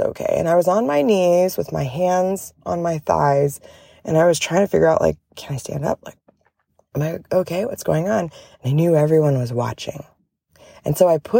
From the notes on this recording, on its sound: Coming to you LIVE from The Kentucky Horse Park Campground!